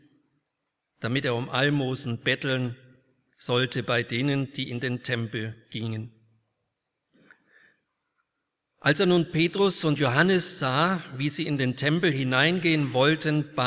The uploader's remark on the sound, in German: aus dem Gottesdienst der Liebenzeller Mission